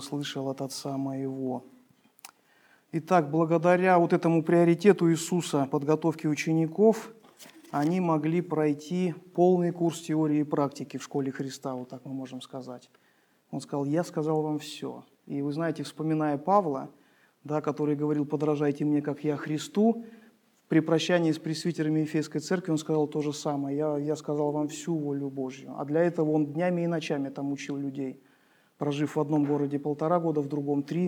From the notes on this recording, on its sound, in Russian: Полная запись богослужения